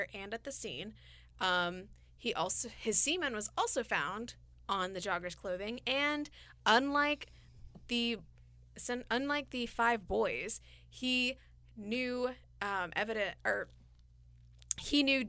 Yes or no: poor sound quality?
no